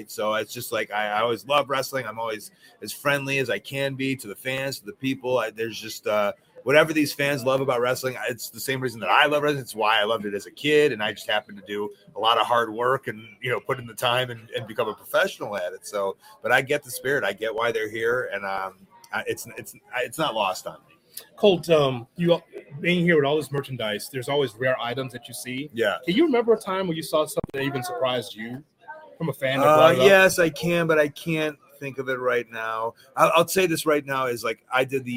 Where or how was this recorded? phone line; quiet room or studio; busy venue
busy venue